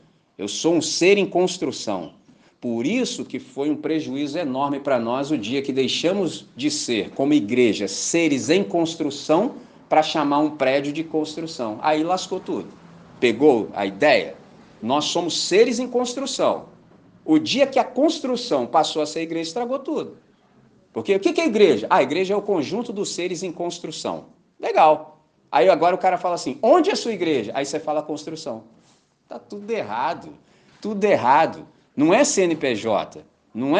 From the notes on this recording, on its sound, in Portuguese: Gravado na celebração comunitária da Missão Batista, dia 02 de Abril de 2023 em Candelaria, Volta Redonda, RJ.